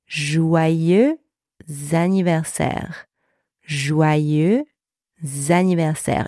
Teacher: You can hear that the two words are now linked as if they were one word. · Term: liaison